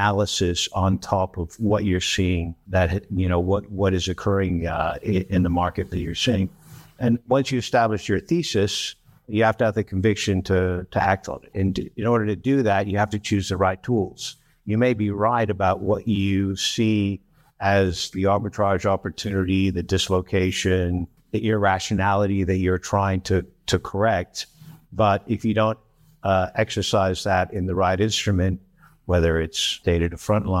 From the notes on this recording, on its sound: On June 1st, in front of a live audience in London, we recorded a special live podcast.